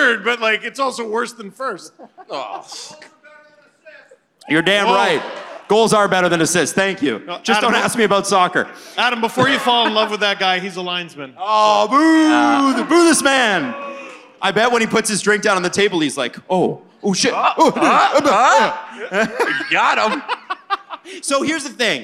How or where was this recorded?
busy venue